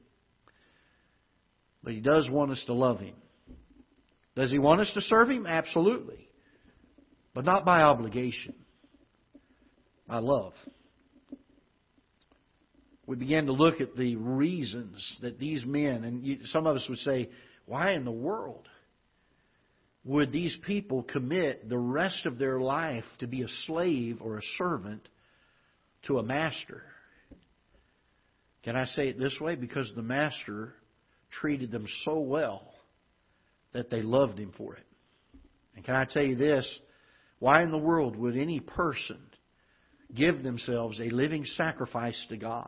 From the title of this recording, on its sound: Ketha Heights Baptist Church ~ Live Broadcast